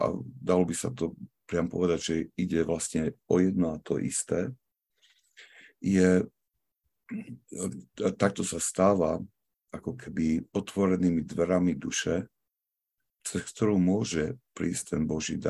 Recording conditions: video call